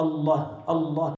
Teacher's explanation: يحذف الألف التي بين اللام والهاء فينطقون بها بلا مد، يصيروا بيقولوا الله الله، هي الله.